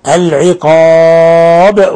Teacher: قوله تعالى شديد العقاب، هذا مد عرض للسكون، يمد من حركتين إلى 6 حركات حال الوقف عليه. العقاب، ولا يخفى قلقلة الباء لأنها ساكنة حالة الوقف